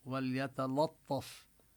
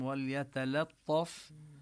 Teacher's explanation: الياء والتاء واللام كلها حروف مرققة · Shown in: second take